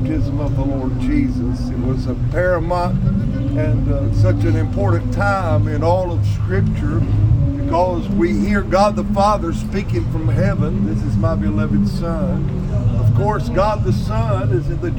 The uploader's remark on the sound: Live from the Jordan River